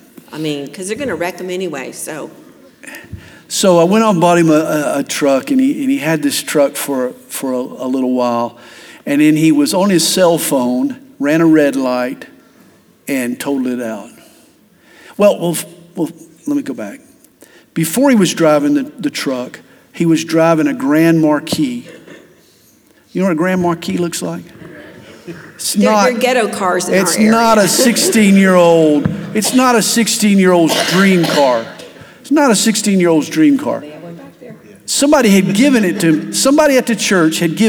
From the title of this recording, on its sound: Class: Parenting Seminar '24 | Q&A